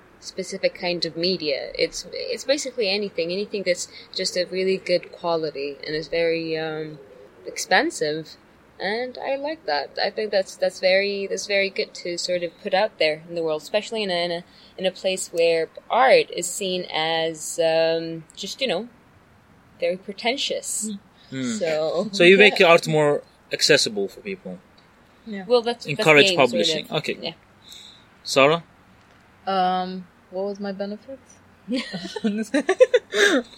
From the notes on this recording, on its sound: outside a cafe in Abu Dhabi, UAE, after the Diplomantiq workshop